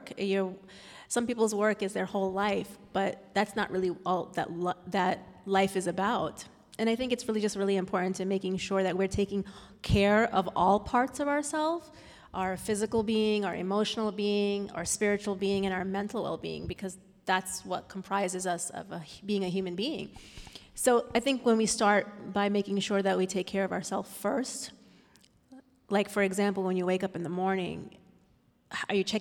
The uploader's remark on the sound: answer questions from the congregation